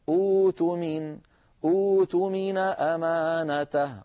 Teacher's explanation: نلاحظ المثال الذي تؤمن كما شرحته لكم، فعندما نبدأ به يصير أؤتمن كما في وسط السطر، ولكن تصادمنا القاعدة التي ذكرتها فنحول الهمزة الساكنة إلى واو فيصير أؤتمن أوتمين أمانته بدون همزة، بإبدالها واوا.